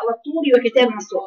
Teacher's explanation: يبقى واو وتروح نازلة تطلعي من الطاء فوق وتنزلي على الواو رقيقة